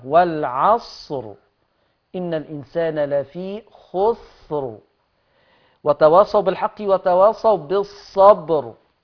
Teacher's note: حتى الوقف على آيات سورة العصر براءات مفخمة